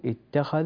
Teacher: كان يقرأ أخونا الكريم على رواية حفص عن عاصم، تنبه إلى كلمة اتخذ، قالوا اتخذ، تقول اتخذ وليس اتخذ بالذال والذال مرققة وليست مفخمة.